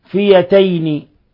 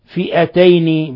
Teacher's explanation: أبدل الهمزة ياء وقفا ووصلا · Shown in: first take